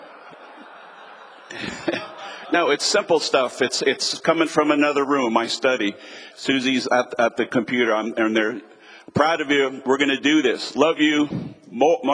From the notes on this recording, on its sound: Team Building Breakout Session 3. 2023 Winter Leadership Conference. Every February, pastors and leaders from around the country gather together at our leadership conference. Here’s one of the recordings from our 2023 Leadership Conference.